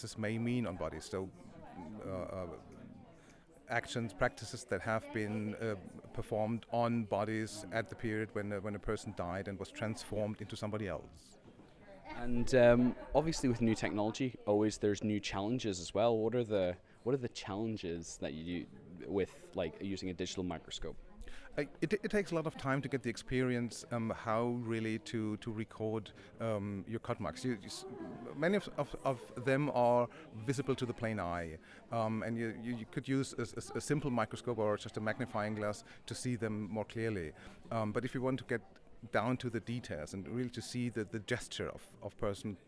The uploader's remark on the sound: These are selections of conversations recorded at the EAA2019 conference in Bern, Switzerland.